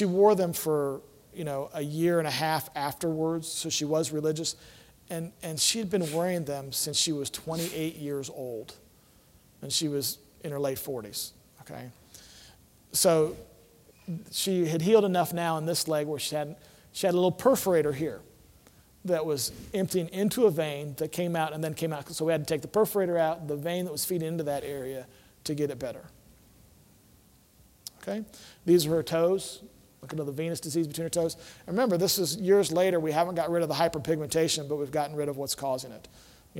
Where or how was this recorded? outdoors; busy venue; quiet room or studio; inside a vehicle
busy venue